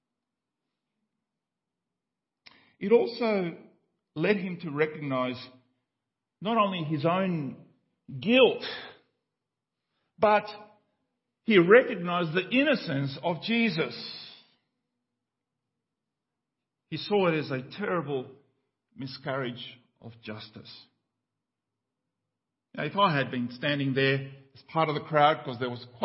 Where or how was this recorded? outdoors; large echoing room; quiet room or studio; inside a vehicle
large echoing room